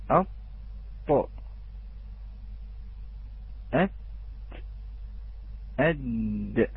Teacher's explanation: رأس اللسان أي مستدق رأس اللسان يكون في الأسفل، أي في صفحة الثنيتين السفليتين